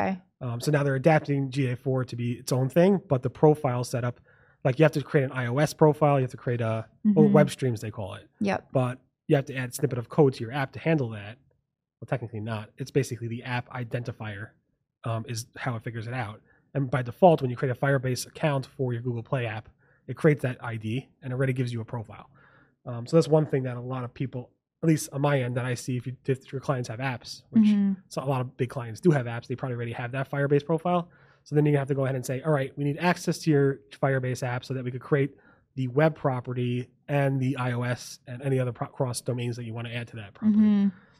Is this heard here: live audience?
no